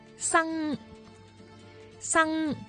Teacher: 发 NG 韵尾的时候，舌尖部位就要抵住上软腭。